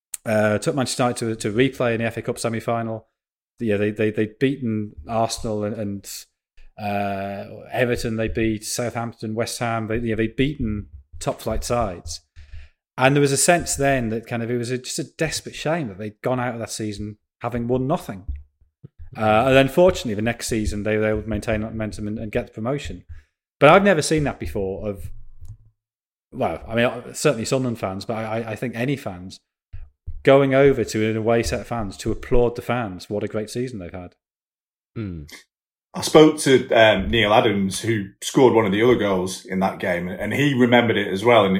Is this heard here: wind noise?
no